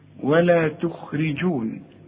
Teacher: عندي الخاء مفخمة لكن في ثالث درجة من درجات التفخيم